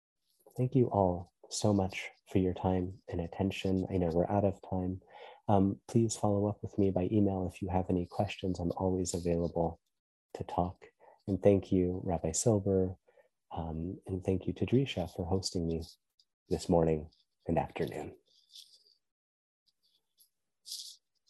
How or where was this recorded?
video call